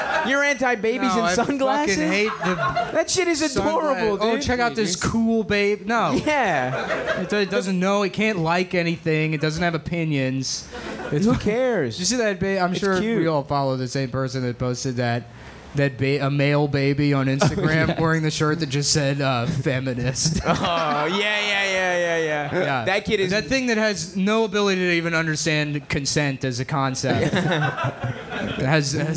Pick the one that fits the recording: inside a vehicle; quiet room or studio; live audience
live audience